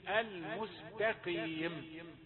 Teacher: تاء رقيقة ثم تأتي القاف المكسورة مفخمة في آخر درجات التفخيم المستقيم. إذا ظلمت التاء فستظلم الباقي.